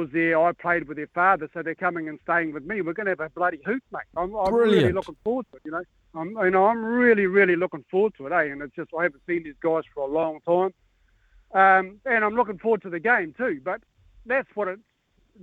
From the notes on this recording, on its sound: opens the phone lines to ask the listeners